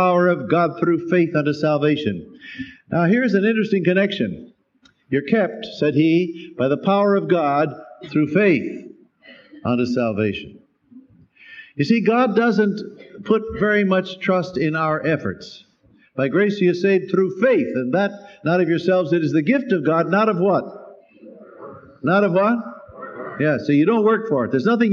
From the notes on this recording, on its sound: Special Easter Sunday sermon, preached live by Dr. At Calvary Baptist Church, New York City.